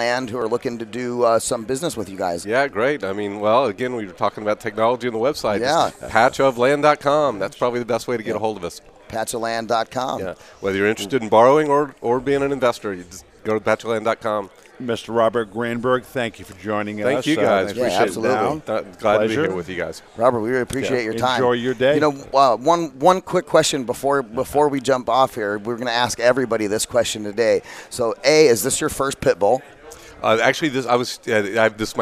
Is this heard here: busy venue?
yes